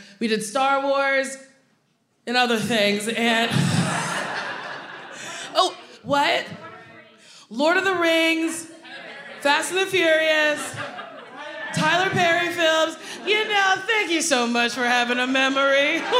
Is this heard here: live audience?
yes